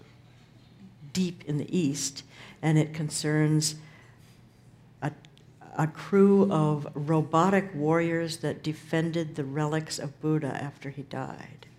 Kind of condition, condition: setting, busy venue